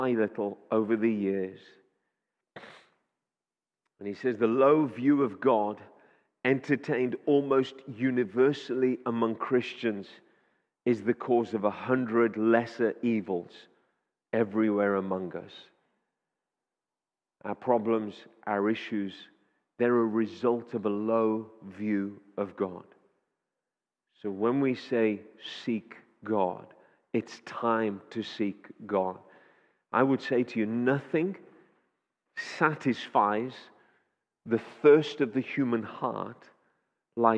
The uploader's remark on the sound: Audio recording taken from Kent Prayer Quake 2021